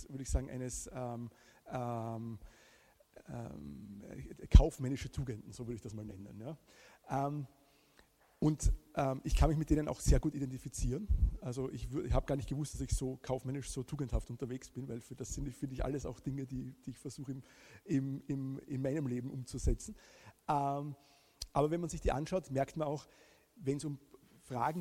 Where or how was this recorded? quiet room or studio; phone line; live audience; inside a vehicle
live audience